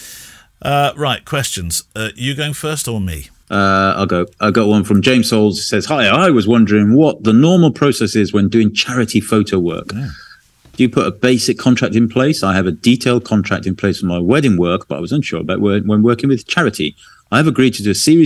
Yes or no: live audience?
no